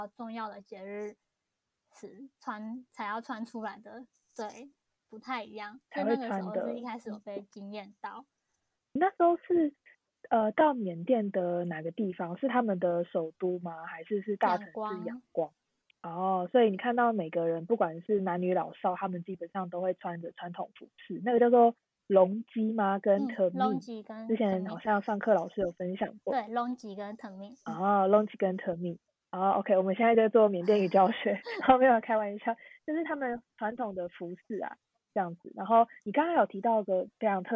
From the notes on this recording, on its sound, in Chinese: 本集節目因遠距收音偏小，再煩請肖一粉們手動調整音量鍵了。